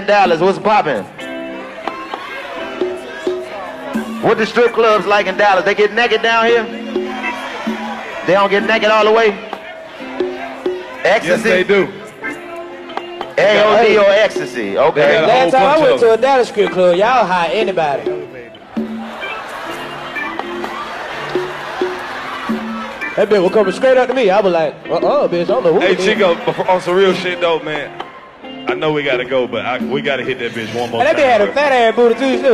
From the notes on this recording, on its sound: In the first sold out show from the Bomb Factory. Give the audience a chance to collab on the track!